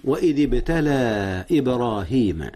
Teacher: قلقلة الباء وتلتها قلقلة أخرى للباء في الكلمة التالية إبراهيم، ولكن سبق ذلك مد منفصل.